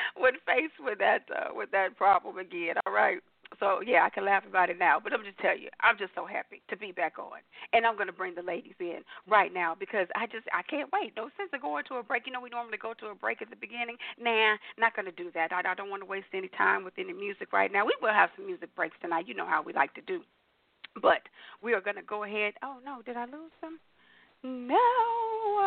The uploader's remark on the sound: your phone calls